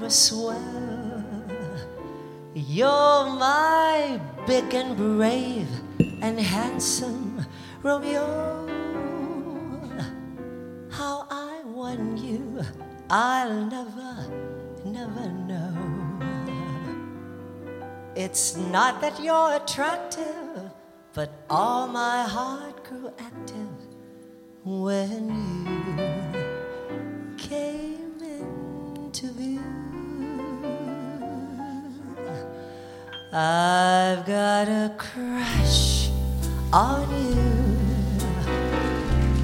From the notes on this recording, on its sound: Live at the SouthPoint